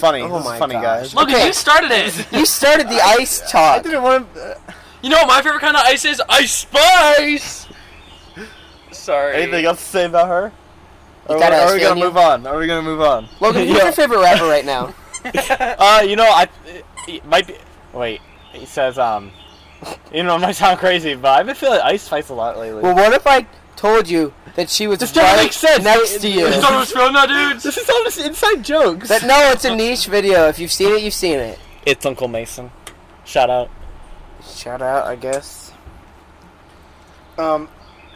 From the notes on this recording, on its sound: Hi technical difficulties!! We are outside though!